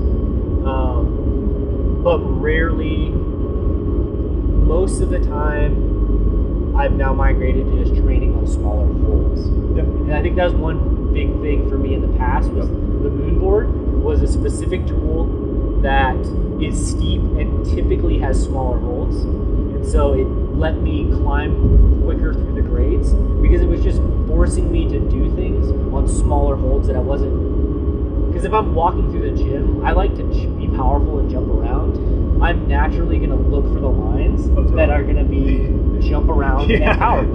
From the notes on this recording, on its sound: The episode has subpar audio quality and will be the last full-length of its kind.